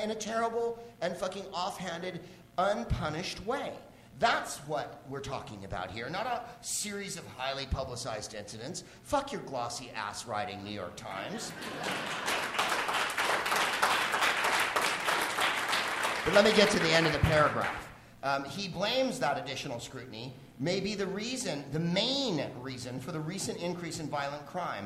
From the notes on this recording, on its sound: Live from The Upfront Theatre in Bellingham, WA.